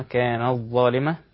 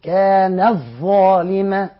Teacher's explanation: ورش يقرأها كانت ظالمة بإلغاء التاء أو بإدغام التاء في الظاء · Term: الإضغام